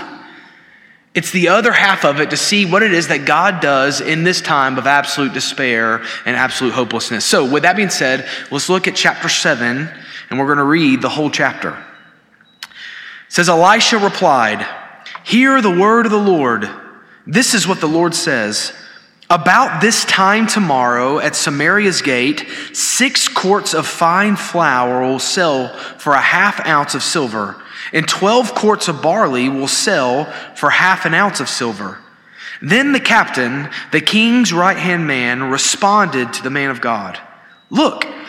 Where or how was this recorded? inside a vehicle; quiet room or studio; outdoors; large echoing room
large echoing room